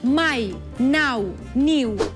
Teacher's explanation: Semivocals quan van darrere de nucli de síl·laba.